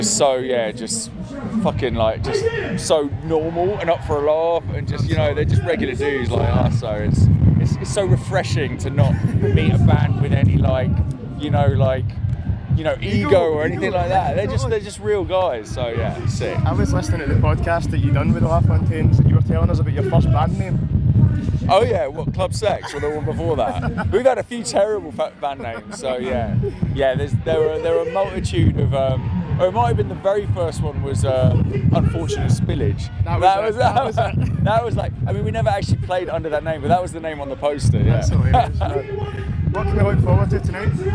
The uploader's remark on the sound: Episode 74 at SlamDunk Festival